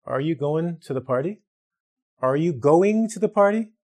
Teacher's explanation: The G is dropped, causing a change in the pronunciation. · Term: colloquial usage